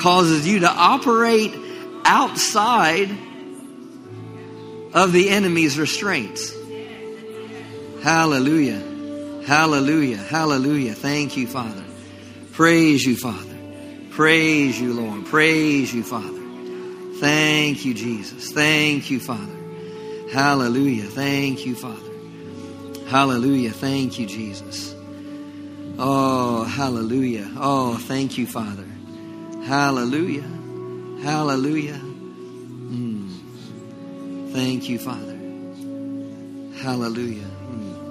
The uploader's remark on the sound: Summer Revival Nights. LIVE Midweek Service.